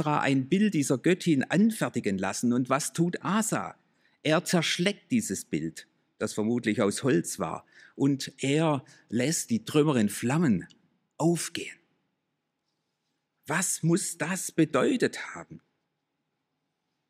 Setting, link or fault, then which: setting, large echoing room